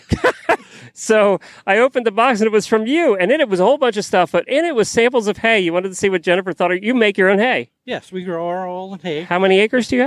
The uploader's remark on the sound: Road Show. Truck in a parking lot in Norwalk, OH.